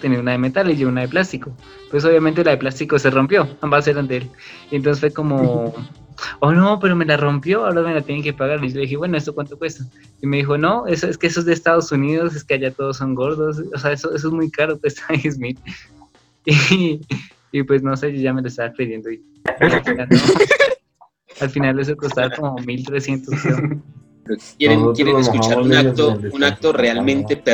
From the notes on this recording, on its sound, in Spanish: Perdón por las fallas del audio